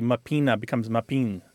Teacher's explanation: that final syllable or that final vowel disappears through a process called lenition. So what might be mapina becomes mapin, because the A is just kind of not really fully said.